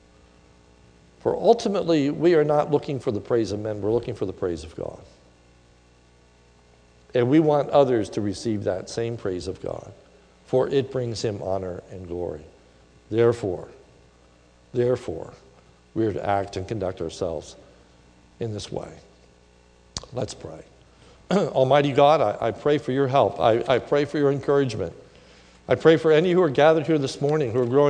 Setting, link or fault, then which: setting, large echoing room